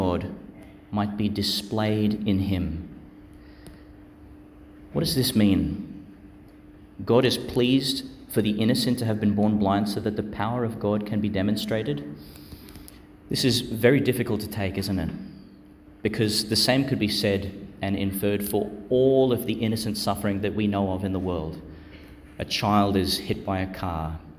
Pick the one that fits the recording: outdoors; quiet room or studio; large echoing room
large echoing room